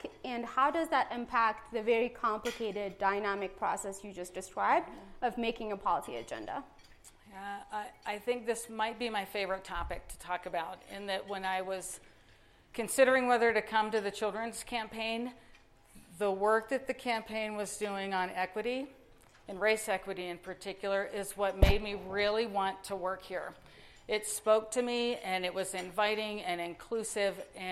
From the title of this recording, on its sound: Live at our Annual Luncheon 2019